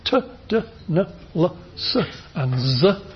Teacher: all putting the tongue, tip or blade, up against that hard ridge just behind your teeth